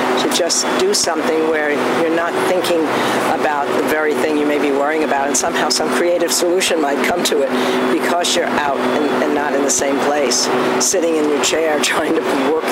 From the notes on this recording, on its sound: walk and talk at the Boston Common and Public Garden.